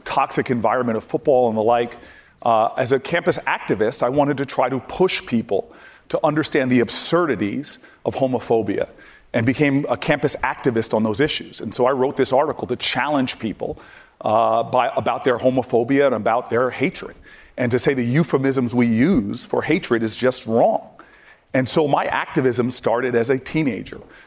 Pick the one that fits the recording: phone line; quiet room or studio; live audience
live audience